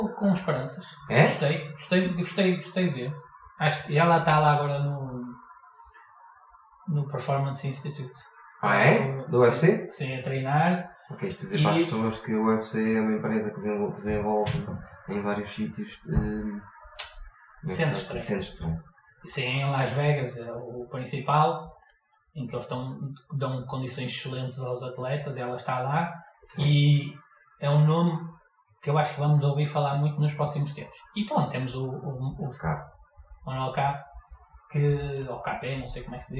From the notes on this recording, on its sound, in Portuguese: Aviso: tivemos problemas técnicos e a qualidade do som não é a que gostaríamos.